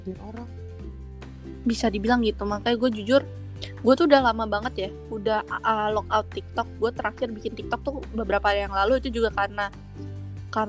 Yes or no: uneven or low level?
yes